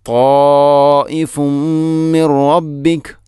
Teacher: ഇനി തായിഫുൻ മിൻ റബ്ബിക, തായിഫുൻ അവിടെ ഫഅമേൽ വമ്മു തൻവീനാണ്, ശേഷം മീമ്, ഇങ്ങനെ വരുമ്പോൾ ഇദ്ഗാം കാമിൽ, പൂർണ്ണമായിട്ടും തൻവീനിനെ മീമിലേക്ക് കൂട്ടി ലയിപ്പിക്കണം